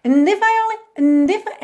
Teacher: é como se a gente não tivesse o A, não tivesse a vogal. Você já pega do N, N, do N lá no céu da boca, tá?